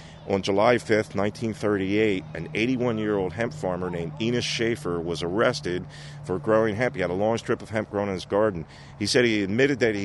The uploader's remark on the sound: On location in Bethlehem Pa Industrial Hemp Field